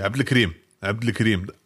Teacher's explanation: Aber marokkanisch-arabisch neigt dazu, Vokale zu verschlucken.